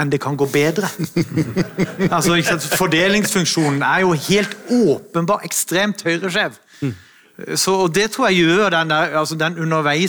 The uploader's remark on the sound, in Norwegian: Dette er en spesialepisode der vi har spilt inn paneldebatten på årets Executive Project Forum (EPF) 2023 ved NTNU i Trondheim.